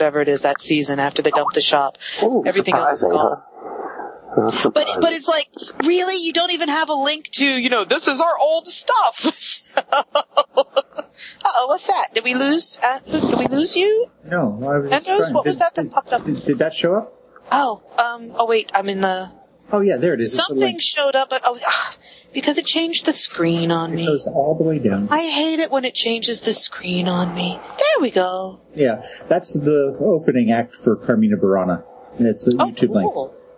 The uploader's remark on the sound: Gutter Skypes Crackly Speaker In the Wet Snow!